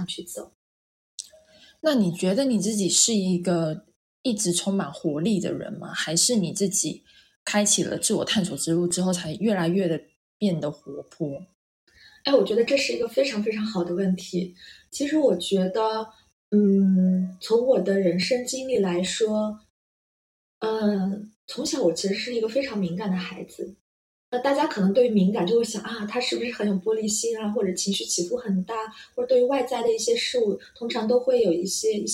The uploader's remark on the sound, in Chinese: 這集錄音時發生點意外，聲音不太好，後期努力調整了，但還是不太行。